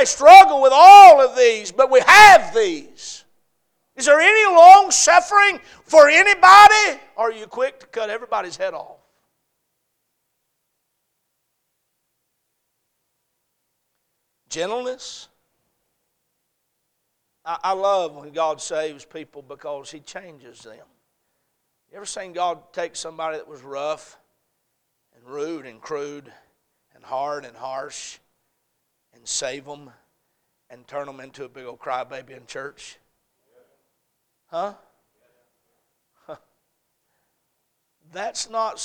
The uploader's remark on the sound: A message preached at Crossroads Baptist Church on Sunday evening